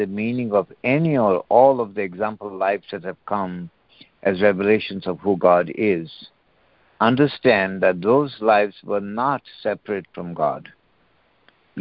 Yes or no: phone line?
yes